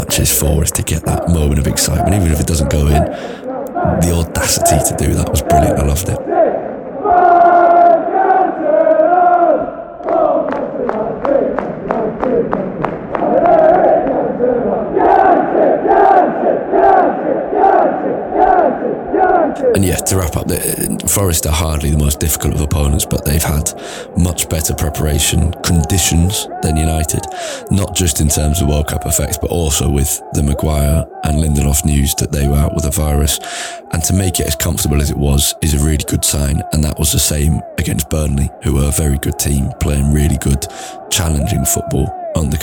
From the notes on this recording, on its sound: In the background is noise from Old Trafford, from 20 minutes before kick-off through to Rashford and Martial's first-half goals.